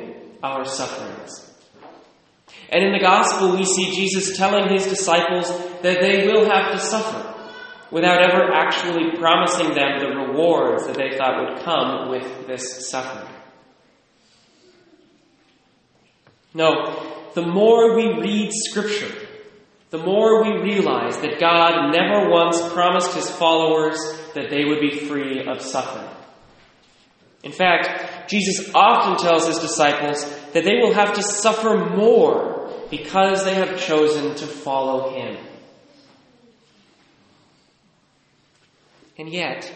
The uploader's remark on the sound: Recorded at St. Charles, Burlington, WA.